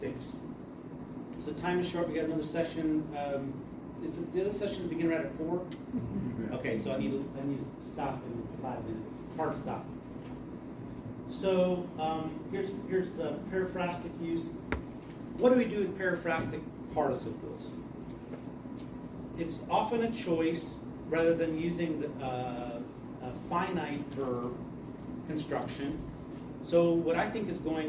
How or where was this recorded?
live audience